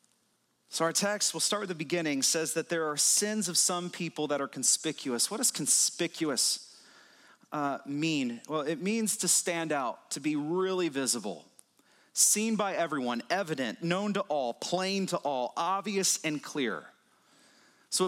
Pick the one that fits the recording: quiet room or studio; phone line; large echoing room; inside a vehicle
large echoing room